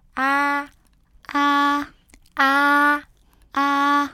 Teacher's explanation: 우리나라 말의 아와 같이 읽지만 입을 크게 벌리고 약간 높고 조금 길게 읽어주시면 돼요